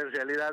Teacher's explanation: En el norte se arrastra la R